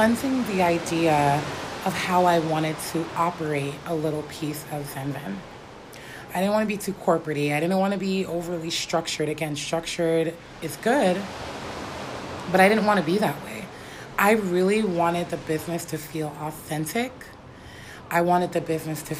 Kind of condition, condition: setting, outdoors